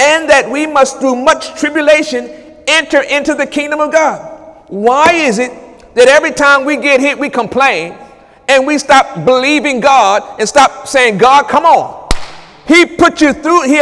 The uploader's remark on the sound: During Wednesday night service